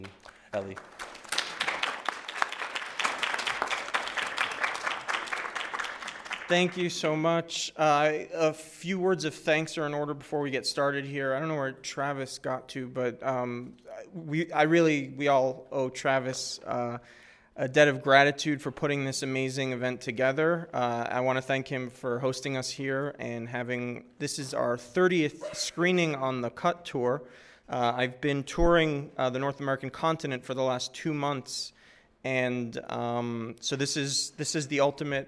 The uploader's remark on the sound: This is a recording of the Introduction and Q&A from the Las Vegas stop of the Cut Tour 2011.